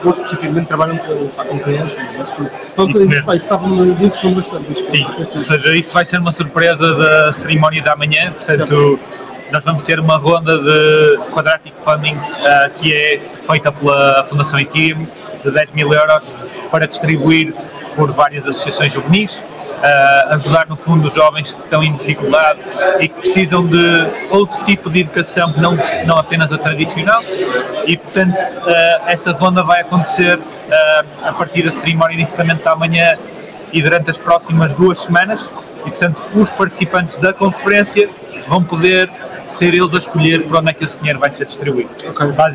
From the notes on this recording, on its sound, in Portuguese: Esta semana estivemos no ETHPorto, uma conferencia dedicada ao Ethereum e cryptomoedas em geral, no decorrer da conferencia fizemos um uma emissão ao vivo. Onde falamos com vários participantes do evento.